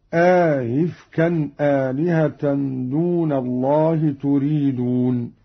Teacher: قرأ قالون بإدخال ألف بين الهمزتين مع تسهيل الثانية هكذا: أئفكا آلهة دون الله تريدون.